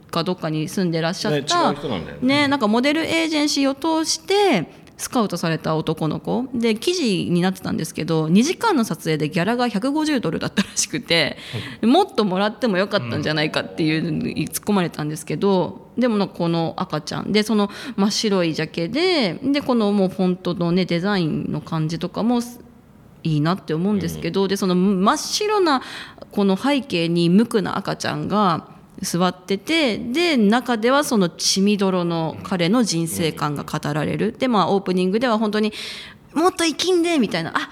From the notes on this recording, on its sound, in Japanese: 公開収録